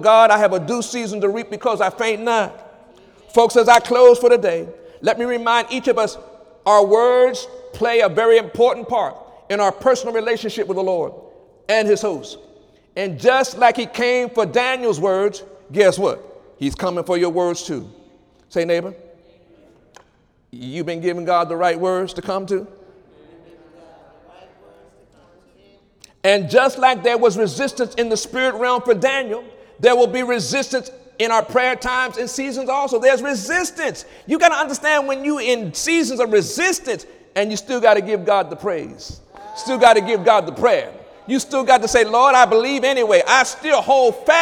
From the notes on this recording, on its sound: During Wednesday night service on May 17, 2017